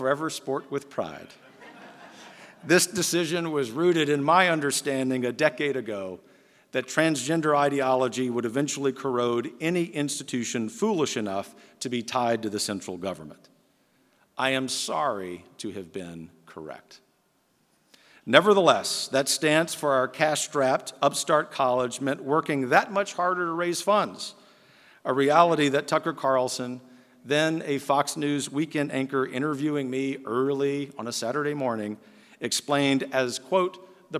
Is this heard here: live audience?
yes